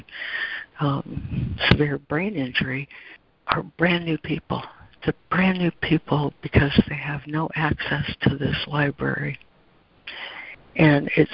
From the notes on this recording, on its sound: ACIM Daily Conference Call